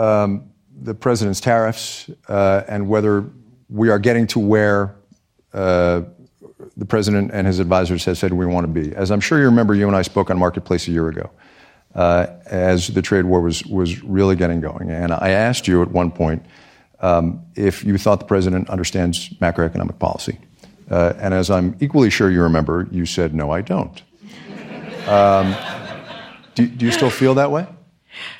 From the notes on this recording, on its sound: Recorded live on stage at the George Washington University, sponsored by the Bipartisan Policy Center.